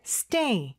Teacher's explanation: S 발음은 아주 약하게 해줘야 돼요. S 이렇게 그 다음에 day가 더 크게 들리는 거죠. · 일단 stay라는 단어는요. 요 T 발음이 S 다음에 오는 T는요. 보통 된소리로 하면 조금 더 발음하기가 편하세요.